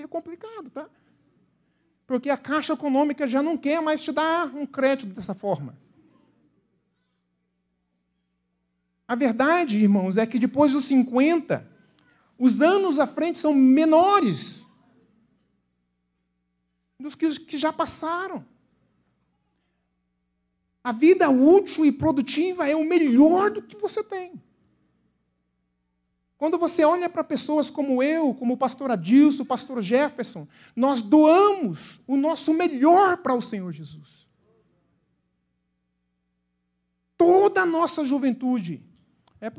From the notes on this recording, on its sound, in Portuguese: na Igreja ABA Curitiba (Transmitido ao vivo)